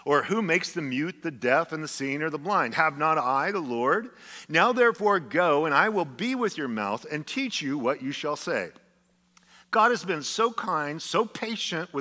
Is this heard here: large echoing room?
yes